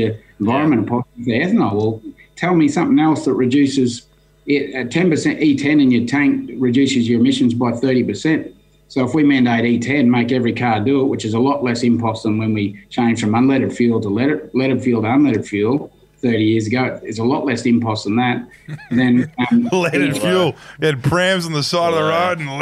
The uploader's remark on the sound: Recorded from the Budgy Smuggler Booth. Recorded from the Budgy Smuggler Booth.